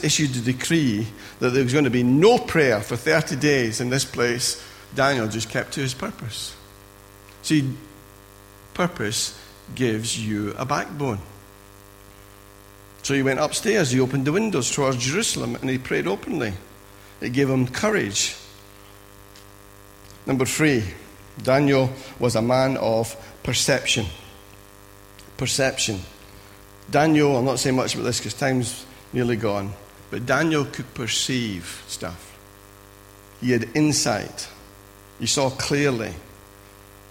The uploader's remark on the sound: Recorded at freedomcentre church, Preston on Sunday 23rd April 2017